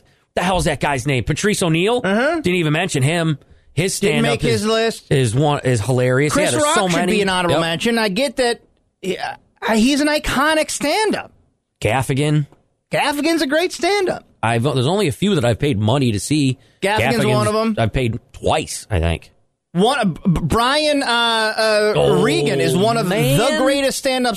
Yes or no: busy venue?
no